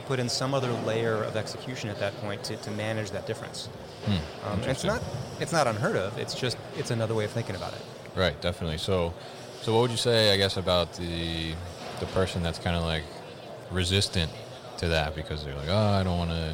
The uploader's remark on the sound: Barcoding at MODEX 2020